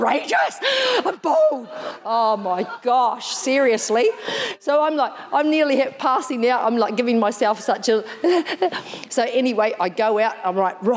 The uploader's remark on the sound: Recorded in the 9am service.